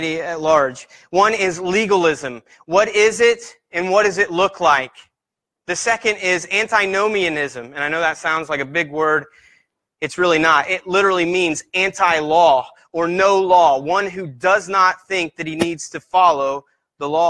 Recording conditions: large echoing room